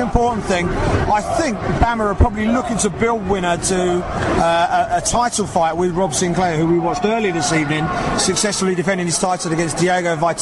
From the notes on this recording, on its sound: BAMMA 7. Live reaction from cageside.